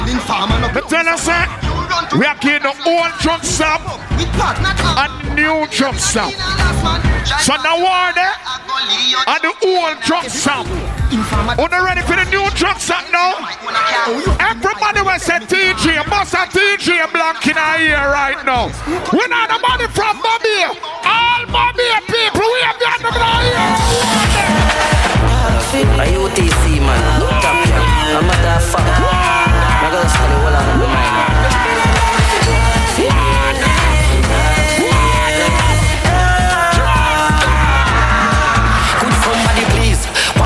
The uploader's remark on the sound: Truckstop Saturdays 1/20/24 (LIVE AUDIO)